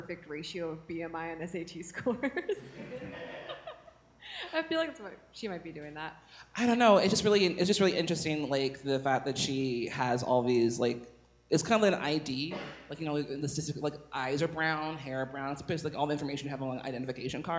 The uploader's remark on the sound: It's a LIVE show!